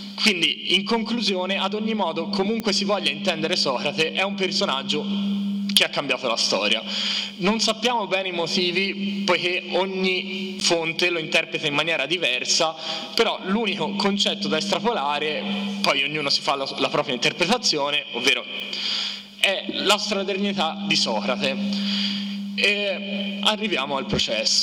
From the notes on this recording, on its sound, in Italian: Direttamente dal festival della filosofia di Firenze